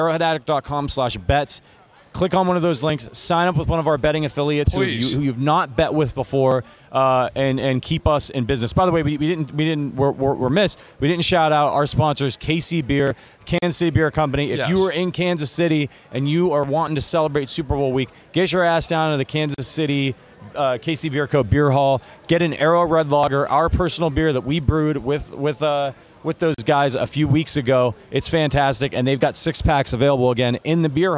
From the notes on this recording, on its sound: Live from Super Bowl LVII.